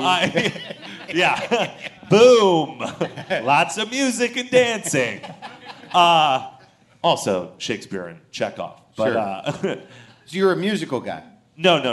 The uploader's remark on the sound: WTF crashes the SXSW Interactive festival with a live show overflowing with guests